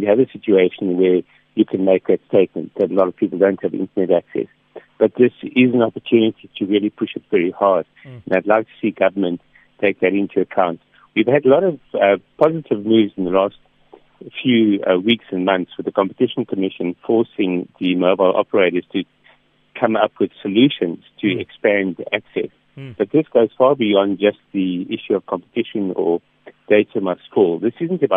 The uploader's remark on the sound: PHONE INTERVIEW.